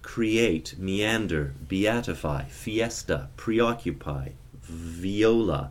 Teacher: If it's going into a vowel like create, meander, beatify, fiesta, preoccupy, viola, we get more a stronger E sound.